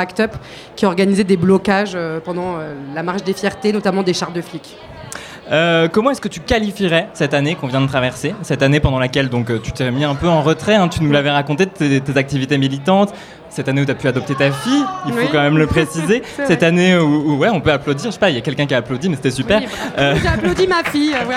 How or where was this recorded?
live audience